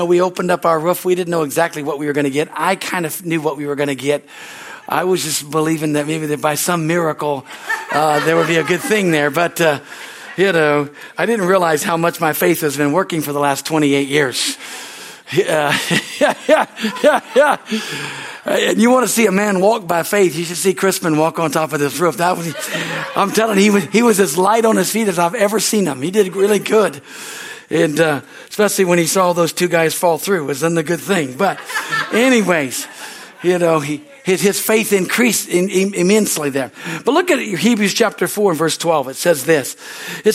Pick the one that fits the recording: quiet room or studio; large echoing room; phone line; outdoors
large echoing room